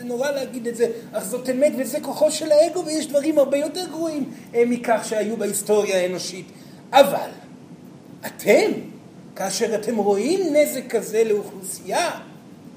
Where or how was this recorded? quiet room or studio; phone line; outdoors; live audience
live audience